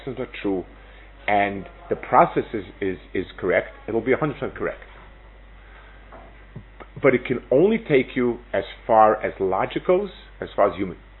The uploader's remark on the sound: Delivered at Netiv Aryeh. Israel Trip 5784.